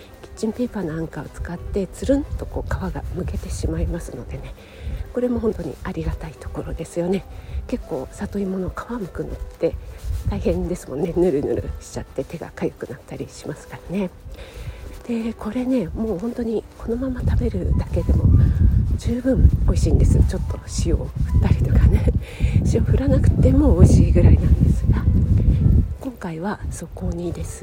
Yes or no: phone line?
no